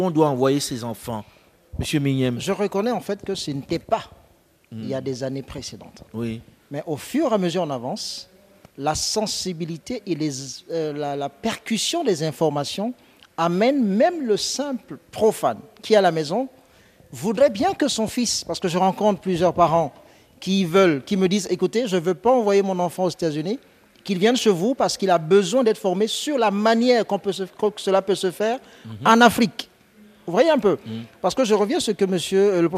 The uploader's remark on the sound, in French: Un débat enregistré à Abidjan à l’occasion du Cyber Africa Forum . Un débat enregistré à Abidjan à l’occasion du Cyber Africa Forum .